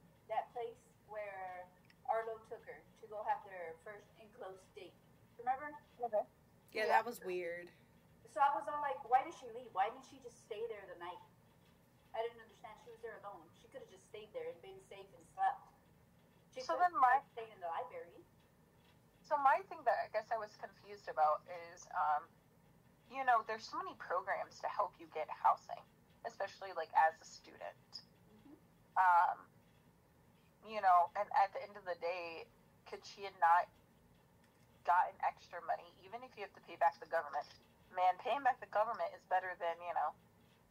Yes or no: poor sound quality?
yes